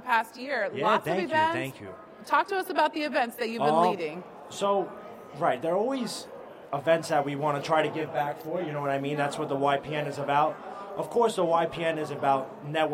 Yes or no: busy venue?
yes